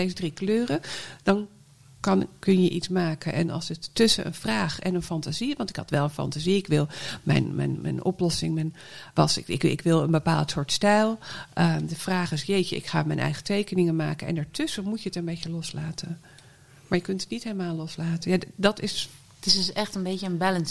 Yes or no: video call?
no